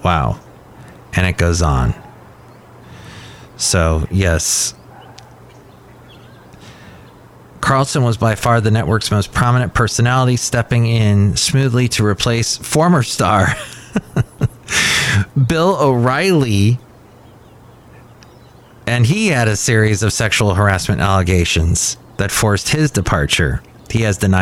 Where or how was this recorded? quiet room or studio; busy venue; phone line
busy venue